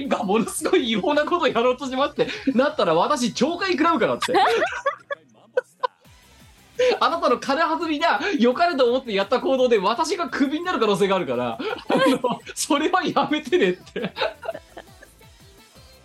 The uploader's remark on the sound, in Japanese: 本番組はリモート収録です。収録時環境の影響により、全体的に聴き取り辛くなっております。途中で色々とノイズ等入りますが、収録時のものです。